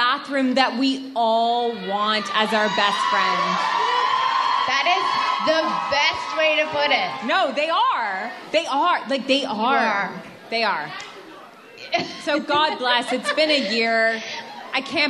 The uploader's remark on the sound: Vancouver Live Show. Comes to us live in Vancouver from her Fall Crawl Tour.